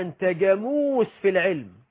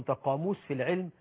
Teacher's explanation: هو قصده يقول له أنت قاموس في العلم، بس بعض اللهجات عندنا في مصر بتخلي القاف جيم · Shown in: first take